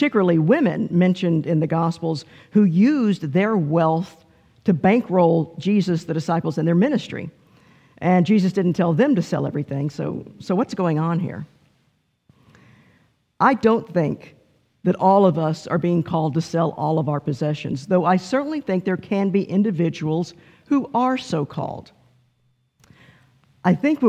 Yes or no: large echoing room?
yes